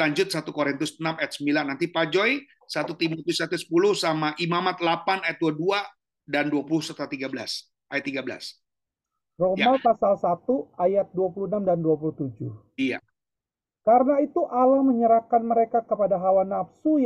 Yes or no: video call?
yes